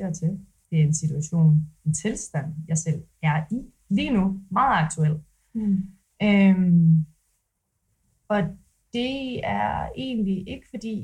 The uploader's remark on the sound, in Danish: Undskyld for den ringe lydkvalitet og de svingende niveauer af jingles, vi arbejder på sagen og er ved at samle komponenterne til et ordentligt studie setup.